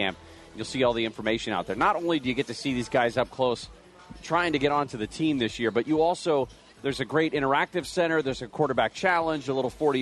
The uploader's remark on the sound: LIVE From Los Angeles Chargers Training Camp. Training camp at the Jack Hammett Sports Complex in Costa Mesa.